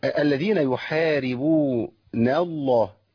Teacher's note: النون عندي مرققه صح، واللام اسم الجلاله مفخمه